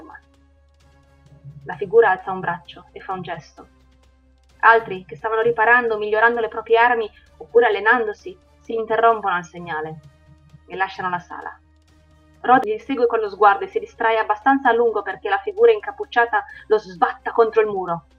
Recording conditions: video call